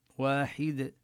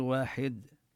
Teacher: ننتبه لكسر الحاء ونقلقل الدالة إذا وقفنا · Shown in: first take